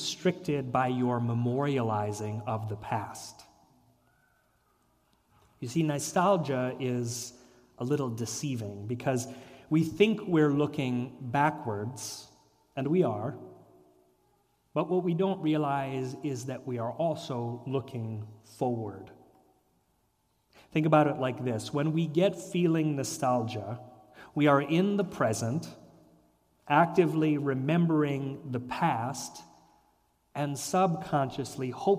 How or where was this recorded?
large echoing room